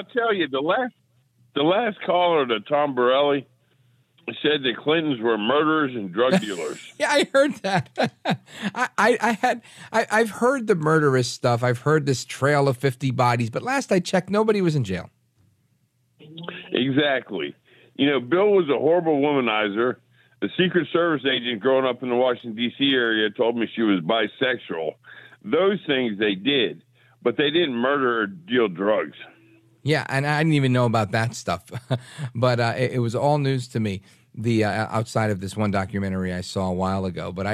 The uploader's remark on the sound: Takes your phone calls in open phones across America.